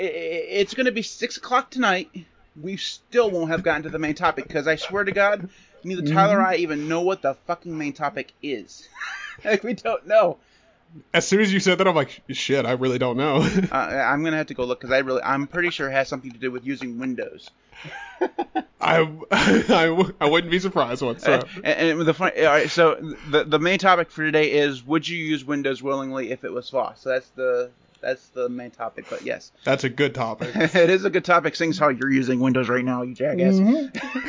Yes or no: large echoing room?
no